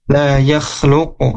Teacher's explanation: huruf qaf di sini ketika disukunkan, ketika diwaqafkan, maka harus mantul, harus qalqalah ya. La yakhluq, dan mantulnya ke huruf o lagi.